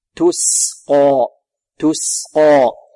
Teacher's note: يحذر الطالب من تفخيم السين ربما تصير صادا لمجاورتها القاف